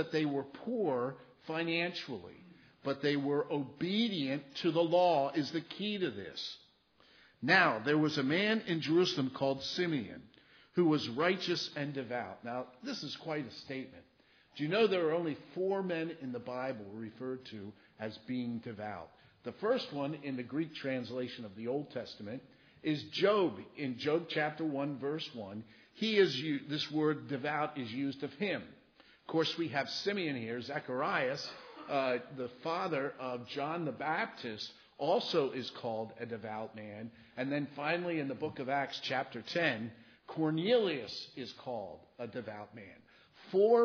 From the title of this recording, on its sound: Christmas Eve Service (Audio)